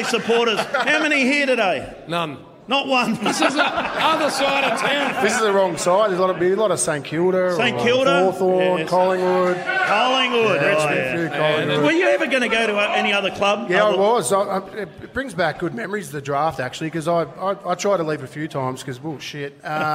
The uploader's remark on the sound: broadcasting live from the Pink Hill Hotel in Beaconsfield - and she's a massive crowd!